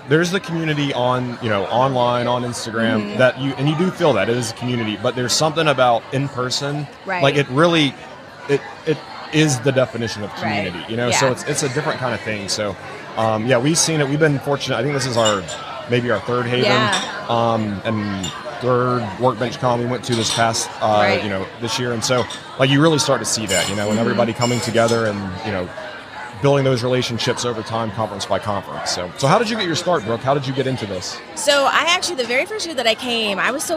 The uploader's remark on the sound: LIVE from HAVEN 2022